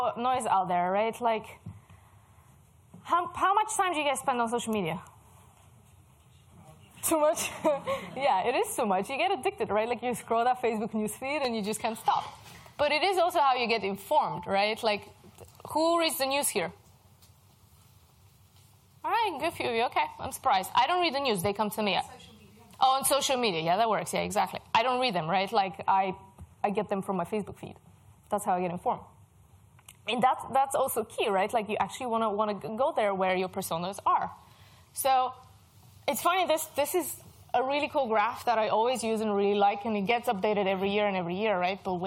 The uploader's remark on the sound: Recordings from HubSpot User Group Meeting - The London HUG - February 2019